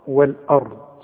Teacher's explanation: وفخم للراء مع الضم، والارض، مش والارض والآ، لا، والآ والارض.